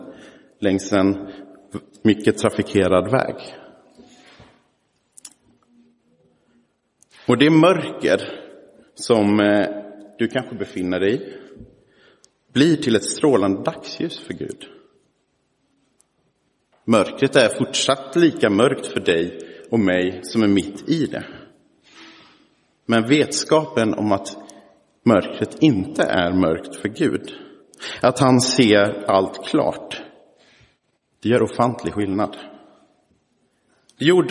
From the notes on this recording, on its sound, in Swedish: Inspelad i Roseniuskyrkan den 19 november 2023.